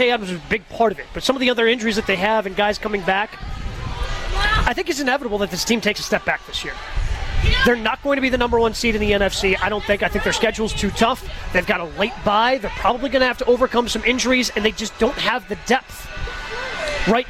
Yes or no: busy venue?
yes